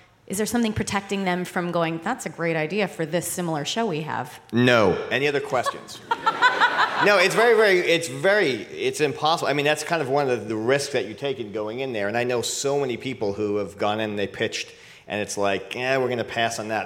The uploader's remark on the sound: Recorded Live at the 2018 ATX Festival.